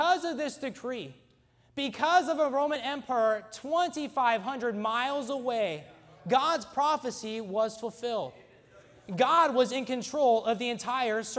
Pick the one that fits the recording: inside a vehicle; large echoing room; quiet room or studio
large echoing room